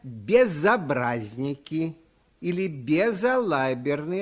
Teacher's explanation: В слове «безобразники» сосед приставки звук «о», а от соседей сильно зависит самочувствие всех приставок, которые оканчиваются на «з». Перед гласным звуком ясно слышится «з», и никакой ошибки сделать нельзя.